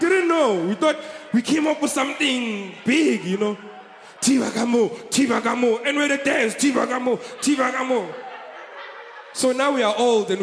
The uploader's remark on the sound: Recorded in 2014 at the Yamaha Theatre.